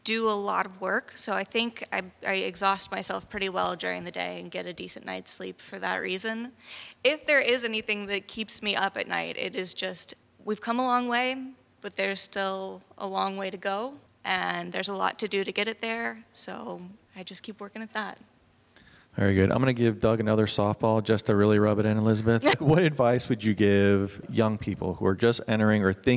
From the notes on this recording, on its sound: travels to Tampa to record live in front of the National Association of Administrative Law Judiciary’s (NAALJ) National Conference